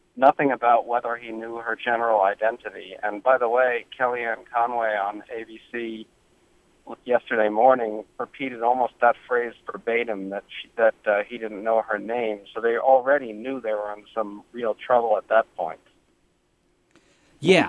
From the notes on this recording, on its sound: joined us by phone